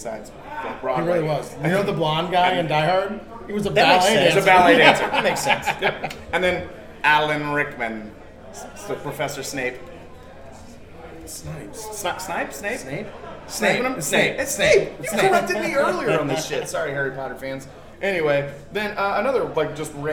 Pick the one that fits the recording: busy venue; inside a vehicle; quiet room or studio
busy venue